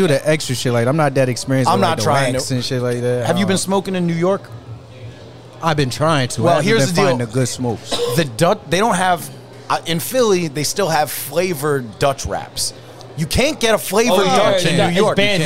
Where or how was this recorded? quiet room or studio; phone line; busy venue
busy venue